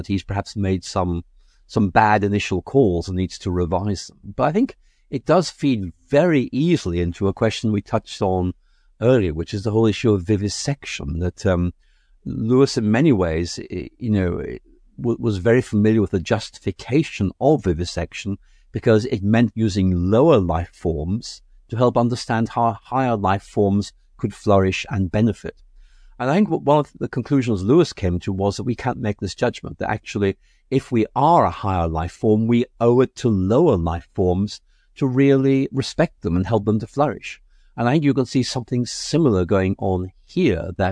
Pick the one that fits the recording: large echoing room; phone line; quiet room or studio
quiet room or studio